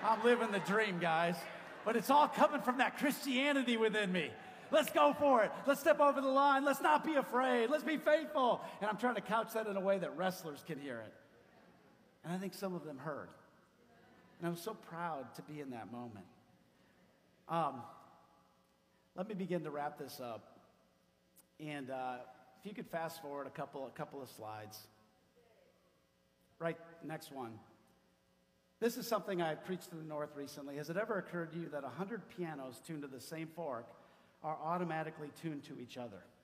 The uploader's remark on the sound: 40 years ago the Chicago Church was planted - this audio is from a special celebration that happened Sunday, January 29, 2023.